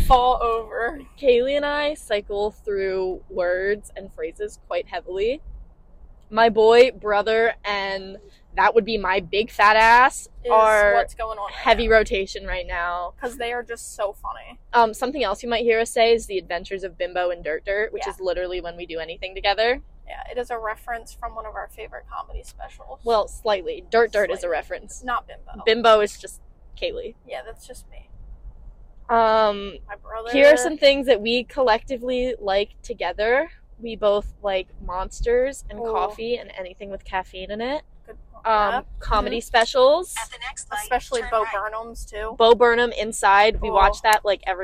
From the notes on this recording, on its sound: sorry about the mics we’re working on sorting them out!